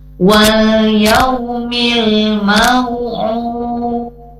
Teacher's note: dipantulkan lagi huruf dalnya ya, karena salah satu dari huruf mantul qalqalah yaitu huruf dal ya, ada di akhir kata. Kemudian kita akan wakofkan, maka bunyinya menjadi memantul pada saat diwakofkan.